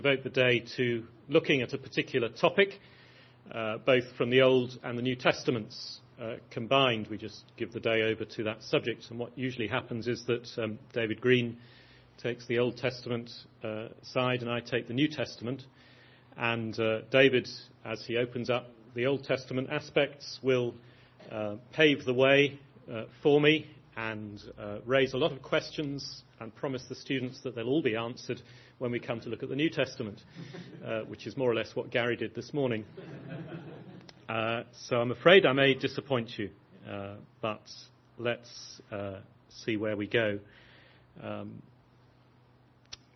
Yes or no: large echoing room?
yes